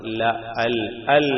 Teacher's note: അത് നാവിന്റെ അറ്റവും മോണയും, അവിടെ നിന്നും ഉച്ചരിക്കപ്പെടുന്നത് ലാമാണ്. ലാം നാവിന്റെ അറ്റവും മോണയും